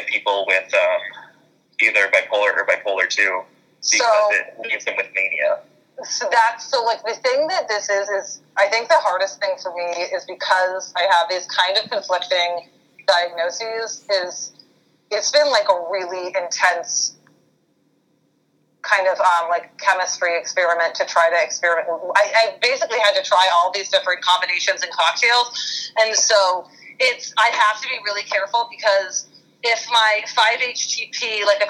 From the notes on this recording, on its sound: On this episode, I had a conference call